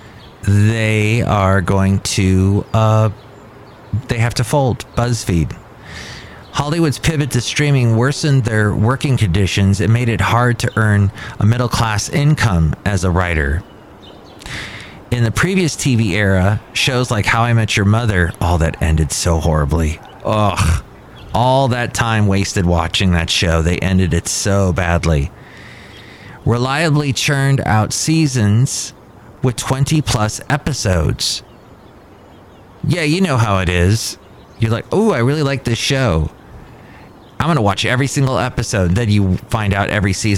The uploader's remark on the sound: podcasts live from Café Anyway